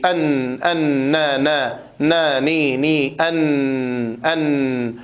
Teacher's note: عدم كمال جريان الصوت وعدم كمال انحباسه، وذلك بسبب الغنة، لأن نصف النون في طرف اللسان أن، والنصف الثاني ينتقل الصوت فيه إلى الخيشوم الذي هو مخرج الغنة، والغنة صفة لازمة للنون والميم كما بينا قبل ذلك.